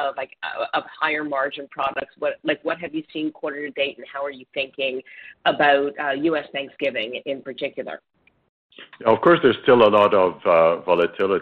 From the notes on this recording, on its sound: Third quarter 2020 earnings call for George Weston Limited.